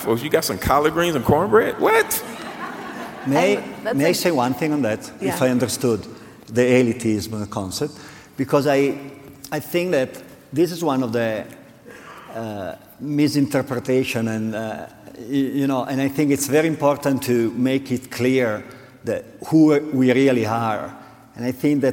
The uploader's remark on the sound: Keynote Conversation at Slow Food Nations 2019